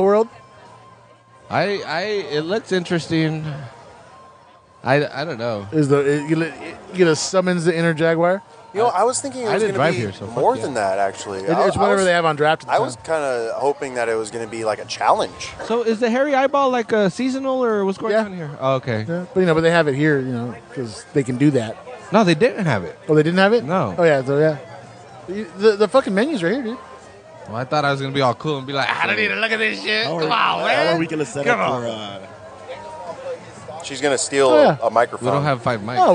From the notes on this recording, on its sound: This is a special episode recorded at Lagunitas Brewery in Petaluma.